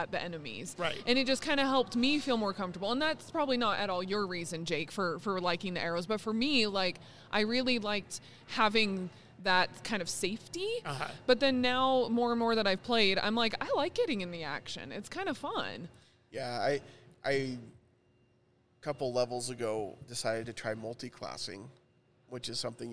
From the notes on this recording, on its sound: Record live from the Megaplex Theaters at Jordan Commons during the premiere of Dungeons and Dragons!